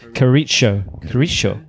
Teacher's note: the Argentines pronounce a double L with a sh or a ch sound, which actually makes him Carrillo.